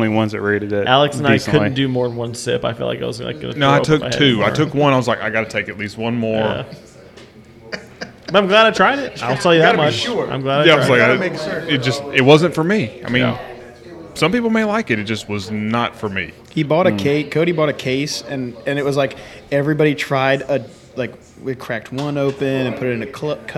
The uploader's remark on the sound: on location at Martin House Brewing